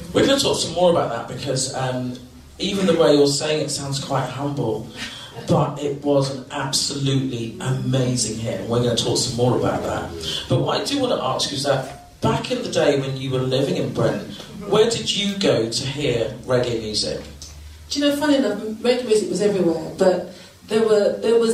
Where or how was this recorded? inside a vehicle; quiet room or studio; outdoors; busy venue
busy venue